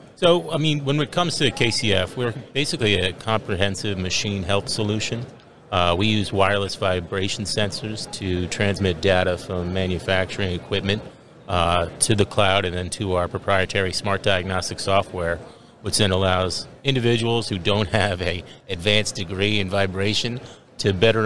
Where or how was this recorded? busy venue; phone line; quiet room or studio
busy venue